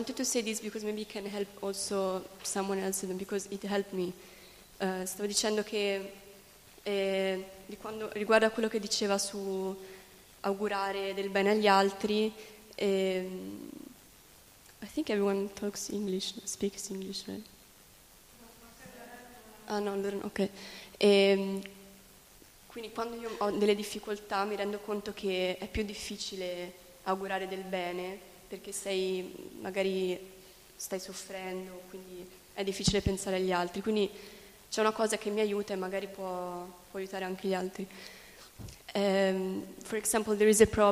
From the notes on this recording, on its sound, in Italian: in diretta dal Tempio di Villa Vrindavana